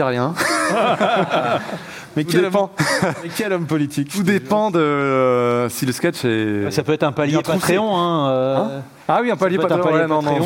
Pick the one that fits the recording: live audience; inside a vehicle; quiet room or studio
live audience